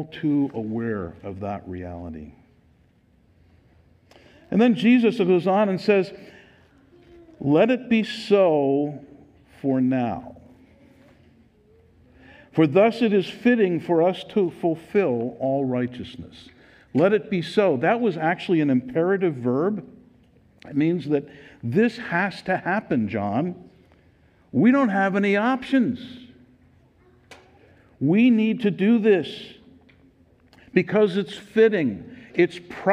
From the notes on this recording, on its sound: Recorded live at Word of Life Church in Le Sueur, Minnesota.